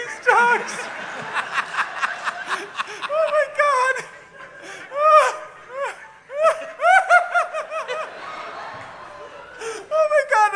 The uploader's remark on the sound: Taped in front of a live audience at the Trocadero Theatre in Philadelphia, PA. During the Tour of Live Justice!